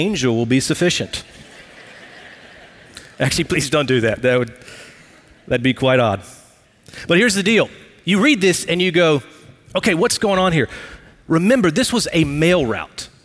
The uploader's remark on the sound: Recorded live at Brookwood Church.